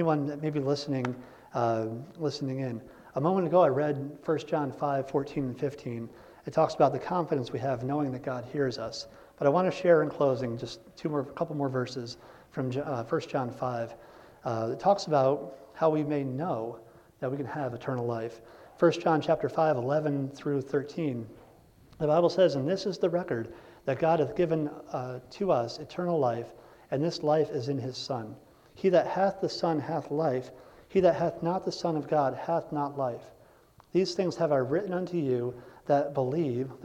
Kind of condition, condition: setting, large echoing room